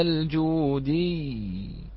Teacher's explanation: واستوت على الجودي، بالتشديد، هذه تختلف، لا نقول جودي، هذا لو خففت